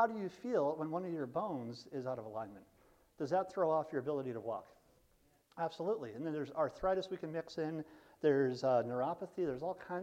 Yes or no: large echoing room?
yes